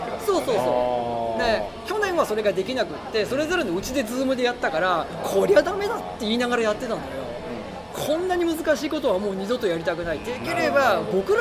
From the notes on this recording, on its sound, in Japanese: 特別編：FRAT3会場より。今回は特別編として、FRAT3の会場での収録の模様をお届けします。